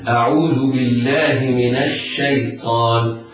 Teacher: وعند الوصل تنطق النون وصلها بما قبلها، تنطق النون مفتوحة بعدها شين مشددة لسقوط همزة الوصل